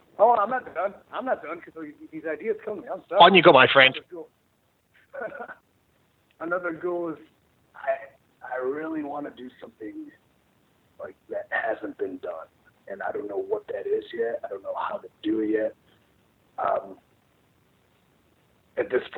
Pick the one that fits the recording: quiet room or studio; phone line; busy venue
phone line